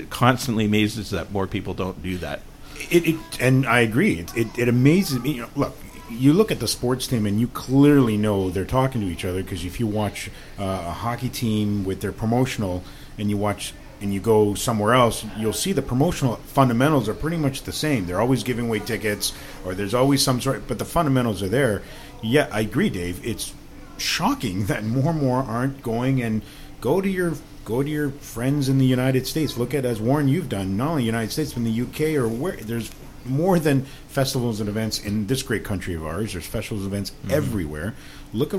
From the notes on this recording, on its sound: at the 2018 FEO Conference in Hamilton